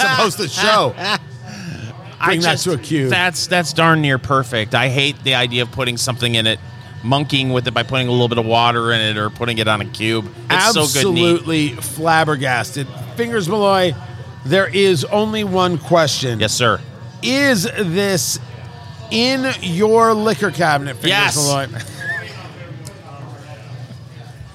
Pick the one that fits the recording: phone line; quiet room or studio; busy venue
busy venue